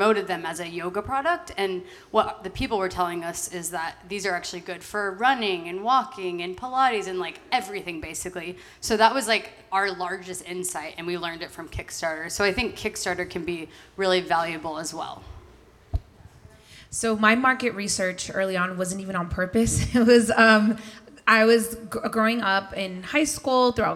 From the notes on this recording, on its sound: Female Founder World Networking Pop-Up in partnership with Shopify LA: a live recording from the panel!